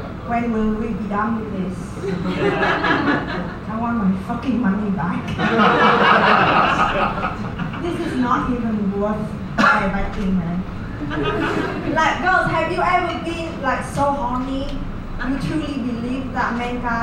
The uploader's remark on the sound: Vietnam's raunchiest comedian live at The Tavern, Phu My Hung, D7 - June 2019